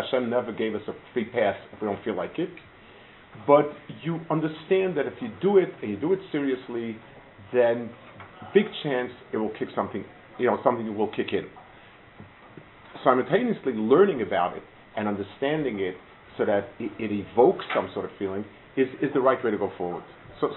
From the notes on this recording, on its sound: Delivered at Gush